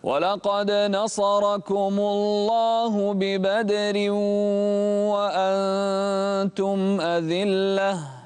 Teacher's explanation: رقق الراء في ببدر